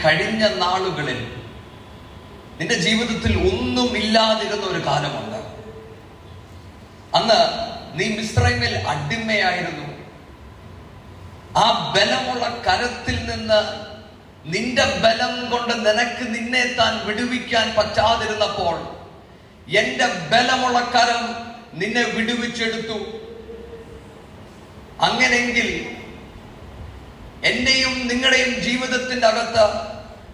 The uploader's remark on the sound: Sermon preached at IPC Tabor church